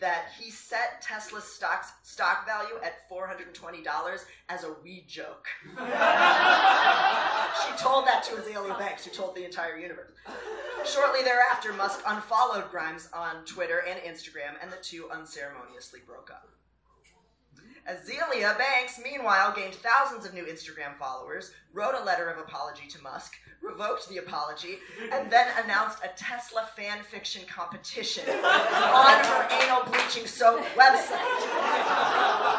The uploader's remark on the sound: The Skewer at Lit Crawl 2018. The best of Chicago's live lit scene.